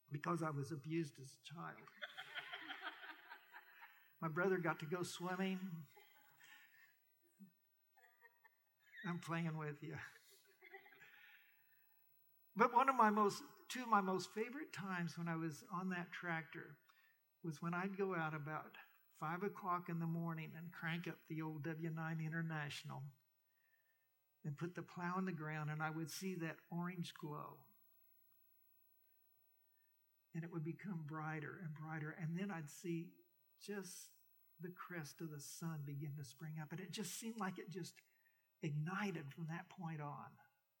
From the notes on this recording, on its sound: We apologize for some audio issues through this recording, most notably at the 6:45 mark.